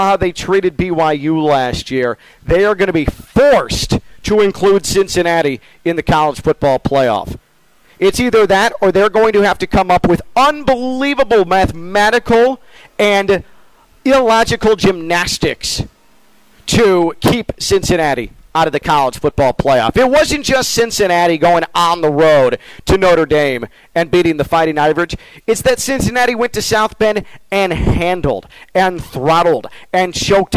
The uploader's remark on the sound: Full Show LIVE from the TimberTech Championship